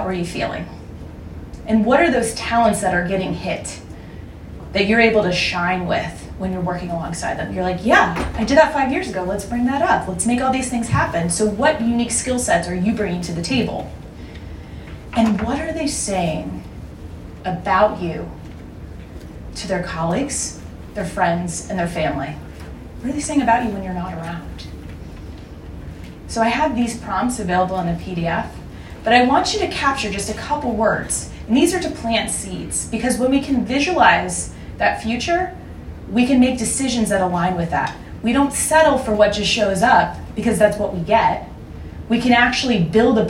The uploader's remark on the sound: From Dallas Startup Week's Women of Innovation. Speaks to a live audience.